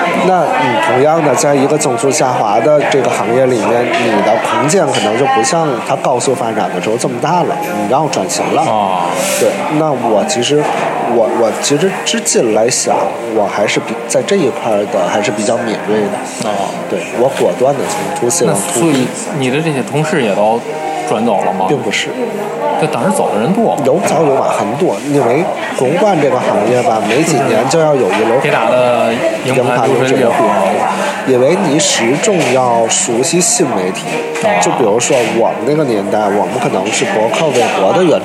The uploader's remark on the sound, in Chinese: 所在地点：国内。本期和下集内容，都是在天津五大道的一家咖啡馆内开放性录制，用的就是天津话。